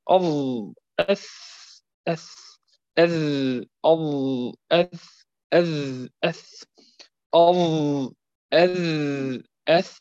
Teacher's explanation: من طرف الثنيتين العليين، يعني المنطقة السفلى للثنيتين تخرج منها مع طرف اللسان الظاء والذال والثاء